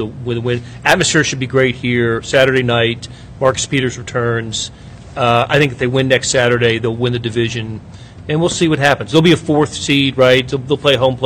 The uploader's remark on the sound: live from Arrowhead Stadium